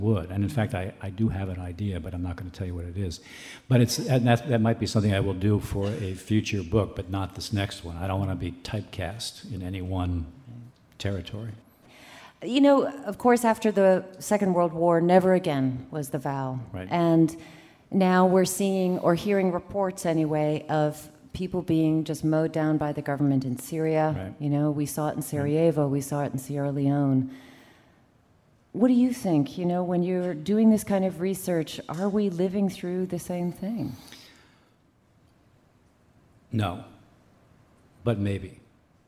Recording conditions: live audience